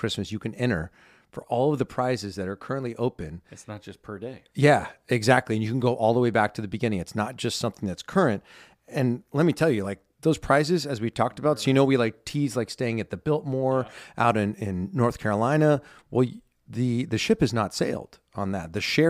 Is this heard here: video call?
no